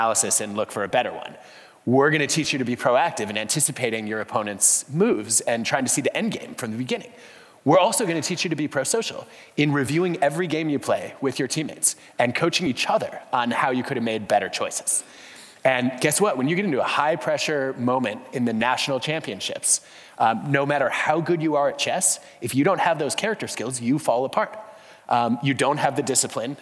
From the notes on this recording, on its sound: For this Intelligence Squared live event. Live onstage.